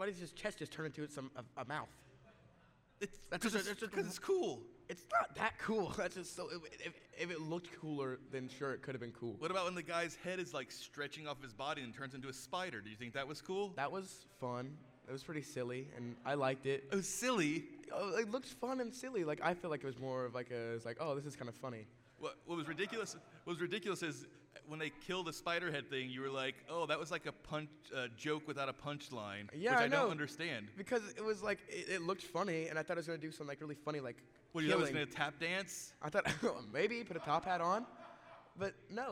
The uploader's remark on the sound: LIVE from RogueCon'23